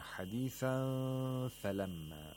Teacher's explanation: So you have to approximate the place of articulation of fa and at the same time make a nasal sound for two vowel counts · Term: إِخْفَاء of Nun Sakina